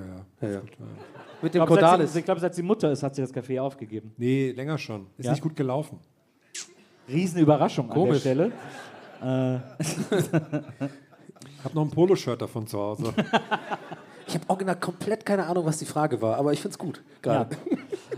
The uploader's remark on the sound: Live in Erlangen